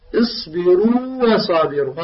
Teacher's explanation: هذا الواو الغير مدي أخواني يخرج من الشفتين، والواو المدية تخرج من الجوف